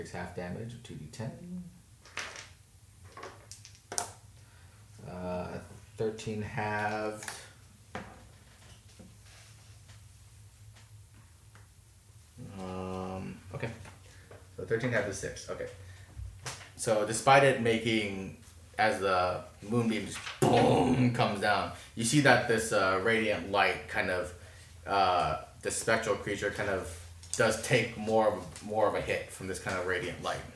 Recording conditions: background noise